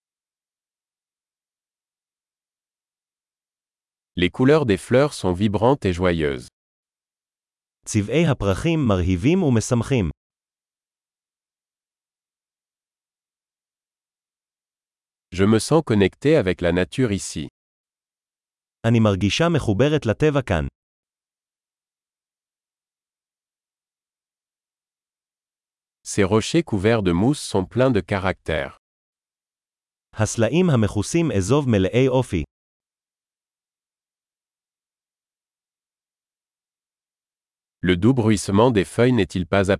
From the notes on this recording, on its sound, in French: Une promenade dans les bois. Le bruit du murmure du ruisseau est thérapeutique.